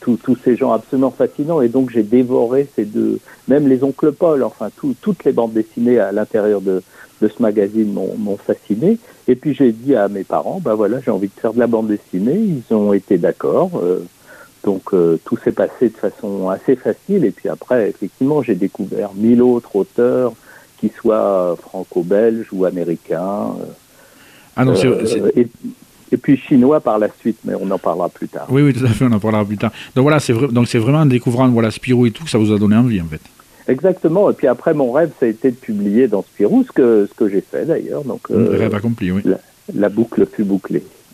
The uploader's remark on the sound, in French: reçoit par téléphone le dessinateur